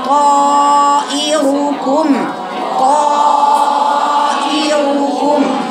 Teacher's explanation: حط ايدي كده امام فاك، والطا ما فيهاش هوا ولا المد فيه هوا ولا الهمزه اللي بعدها فيه هوا ولا الراء